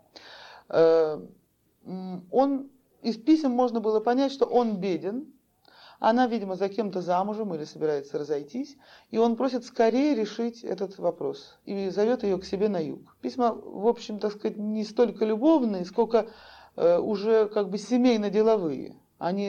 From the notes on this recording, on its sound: Delivered at the University of Kansas on October 5, 1988. As part of the Russian Writers in Residence program.